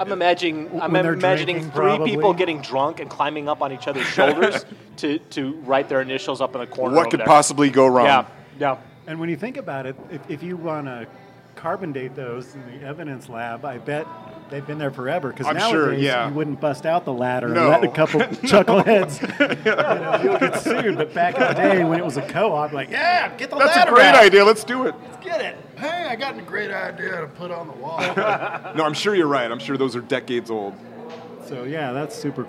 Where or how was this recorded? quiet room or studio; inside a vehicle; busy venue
busy venue